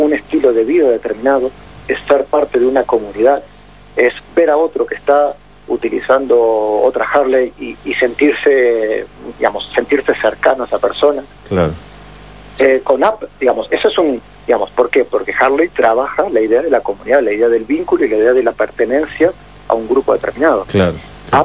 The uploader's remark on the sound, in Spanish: durante una entrevista telefónica con Radio Mitre de Mendoza